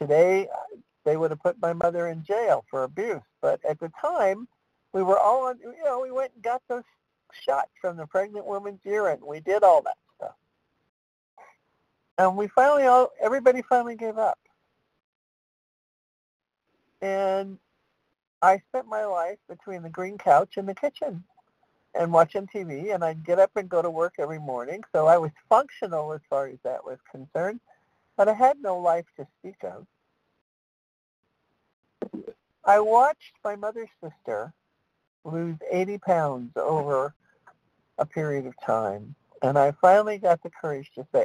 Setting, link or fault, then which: link, phone line